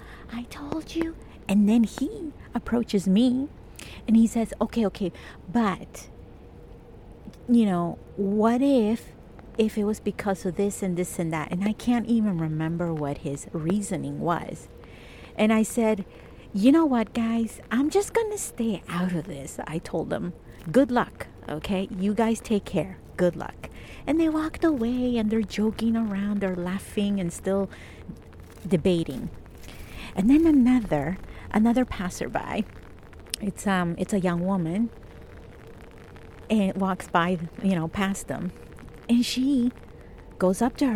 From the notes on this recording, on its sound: This episode is completely improvised and I recorded it outside while it was raining. I recorded it at this secret location in Toronto.